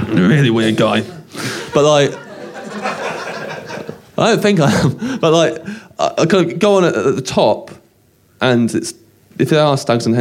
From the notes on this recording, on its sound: In this special episode recorded live after a 30min performance.